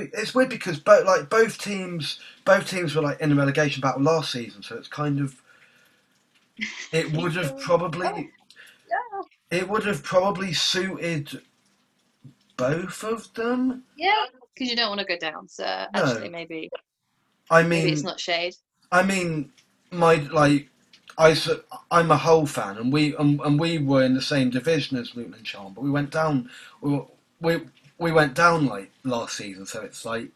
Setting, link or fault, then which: link, video call